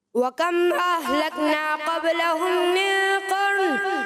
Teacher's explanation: پڑھنے میں غنے کی مقدار کچھ ادائیگی کم محسوس ہوئی، جیسے قبل ہوں میں، اسی طرح من ہوں میں، اس میں بھی غنہ کم محسوس ہوا.